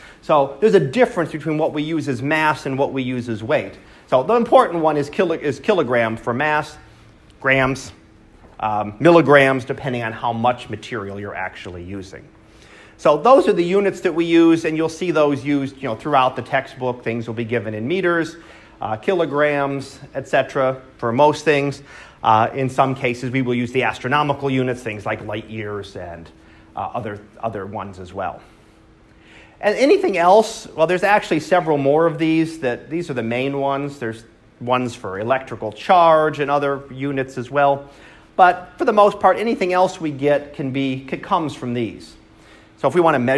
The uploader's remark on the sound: Live Class Lecture